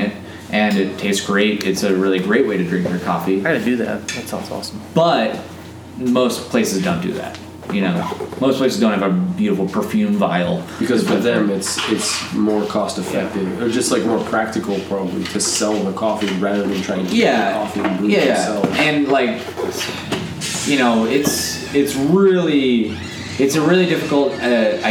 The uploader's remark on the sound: This episode was recorded in the basement of Tipico Coffee, the Cafe owned by our guest.